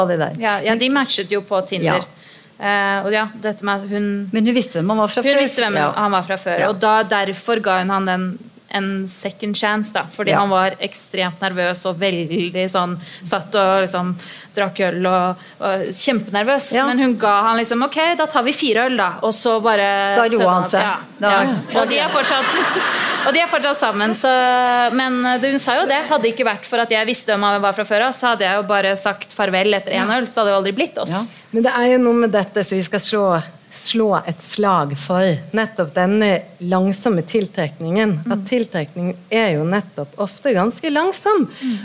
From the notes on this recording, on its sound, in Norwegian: live på Ingensteds i Oslo